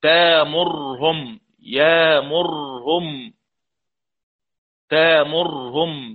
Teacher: يأمرهم وتأمرهم بالإبدال للسوسي والتحقيق لدور أبو عمرو، والاثنين بالسكون الراء.